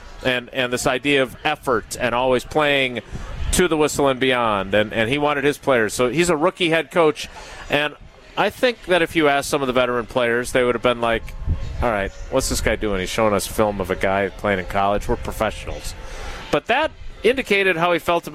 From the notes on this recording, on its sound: live from Summerfest